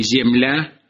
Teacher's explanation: «М» плюс «йот» давало «мль» · Term: л-эпентетикум